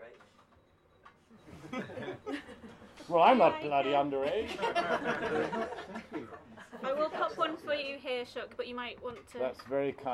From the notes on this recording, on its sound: Just a little warning that this is a live recording so has some background noise.